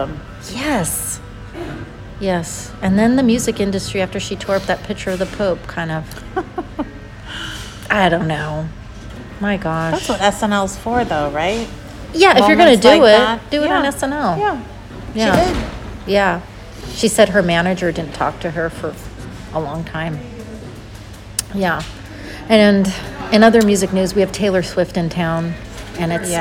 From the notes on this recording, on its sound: We’re back and broadcasting live from the Lodge at Pebble Beach celebrating our birthday boo and dishing on the latest celeb gossip!